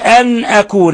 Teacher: هزوا قال أعوذ بالله أن أكون، أن أكون هنا النون الساكنة جاء بعدها حرف الهمزة، الحكم التجويدي إظهار حلقي، لأن الهمزة أحد حروف الحلق، أحد حروف أخي هاك علما، أوائل هذا البيت، أخي هاك علما حازه غير خاسري.